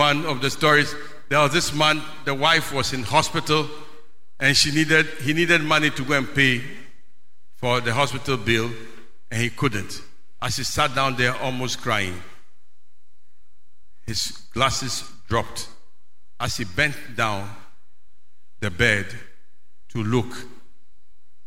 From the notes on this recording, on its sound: Sermon preached at CBC Shiashie Campus